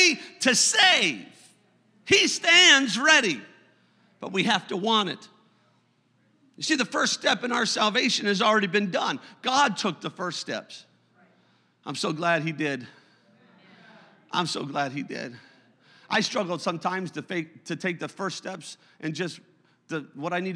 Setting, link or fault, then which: setting, large echoing room